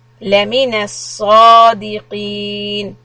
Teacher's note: Letter sad is heavy, but make sure we don't round the lips.